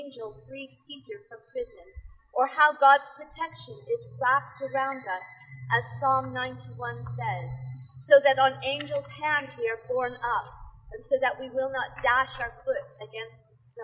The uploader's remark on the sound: delivered on the streets of Remington